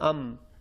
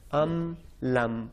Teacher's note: جب ہم میم کا تلفظ کر رہے ہیں ام، جب ہمارا منہ بند ہو گیا، آٹومیٹک ہماری جو آواز آ رہی ہے وہ ناک سے آ رہی ہے